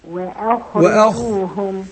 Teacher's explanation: اقول الهمزة رقاقة فخم الخاء